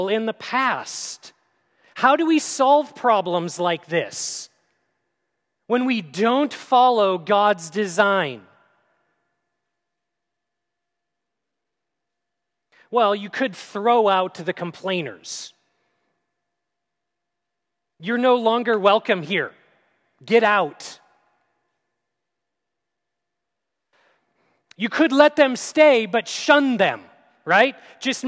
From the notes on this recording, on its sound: at Grace City Church in Fargo, North Dakota